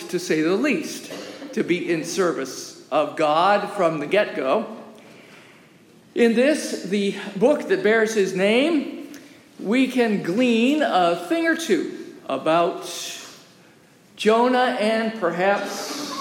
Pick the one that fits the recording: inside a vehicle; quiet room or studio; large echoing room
large echoing room